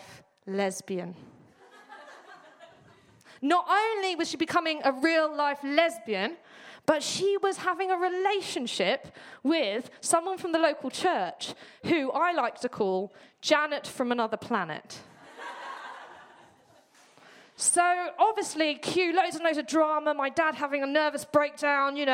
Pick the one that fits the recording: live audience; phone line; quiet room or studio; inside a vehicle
live audience